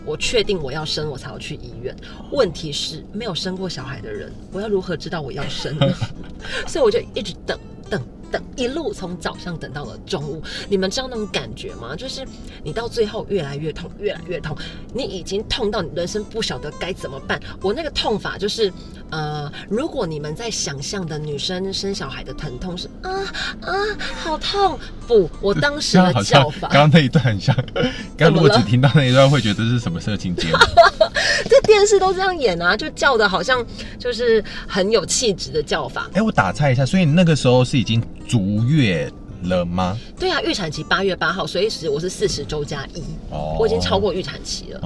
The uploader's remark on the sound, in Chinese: 這集部分是在車子裡面錄音，抱歉了爛音質